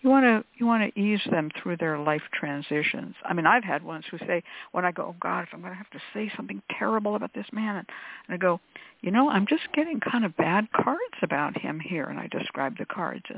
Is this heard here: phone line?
yes